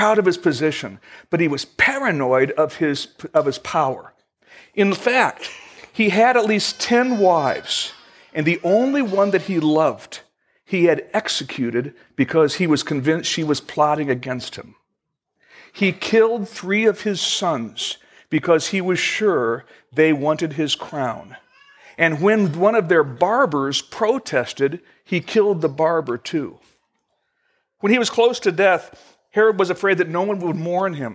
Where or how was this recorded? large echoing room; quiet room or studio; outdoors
large echoing room